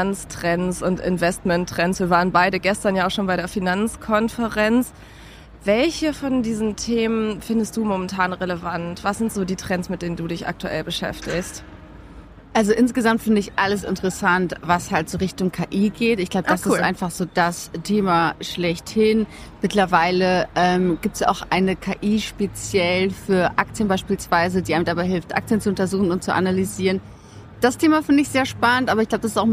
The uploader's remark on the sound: Mit all ihrem Podcast-Equipment auf dem OMR-Festival und der Finance Forward-Konferenz in Hamburg. Mehr als 70.000 Menschen sind hier unterwegs.